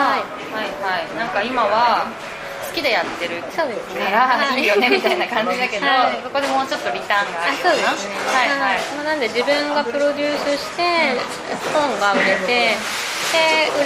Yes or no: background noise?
yes